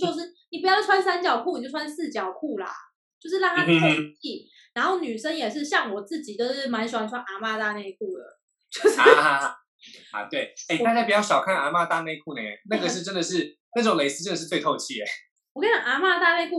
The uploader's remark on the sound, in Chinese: 本集採遠距錄音，因網路問題，時有斷訊、音訊不良或是雜音狀況產生